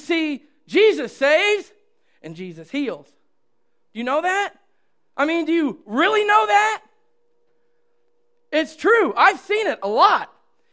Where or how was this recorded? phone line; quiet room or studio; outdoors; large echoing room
large echoing room